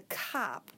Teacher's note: Cop starts with a K, a voiceless velar stop.